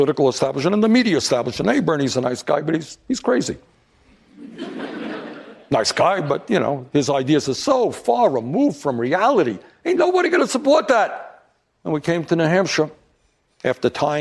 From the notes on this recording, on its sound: Answers questions from voters in New Hampshire during a live town hall. At Saint Anselm College in New Hampshire.